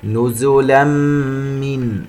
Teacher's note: تنوين وبعدها حرف الميم إدغام بغنة